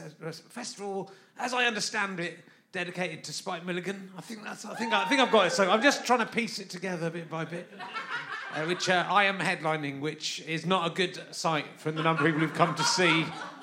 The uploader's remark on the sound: Recorded at the Spike Sligo Festival in West Ireland to a tiny, but enthusiastic crowd. Sorry if the balance is a bit off.